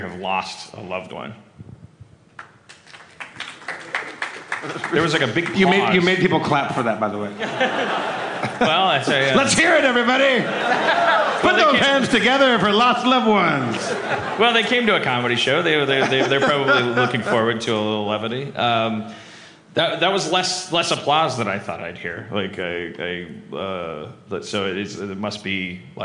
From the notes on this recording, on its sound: LIVE from Just for Laughs Montreal 2016. Harmontown is welcomed by a warm crowd and a sold out show in Montreal.